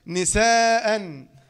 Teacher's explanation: همزة فتحة، ألف مد عوض حركتان عند الوقف